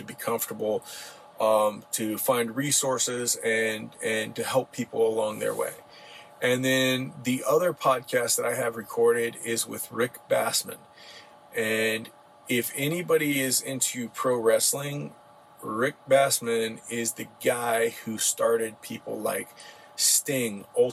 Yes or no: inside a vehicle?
yes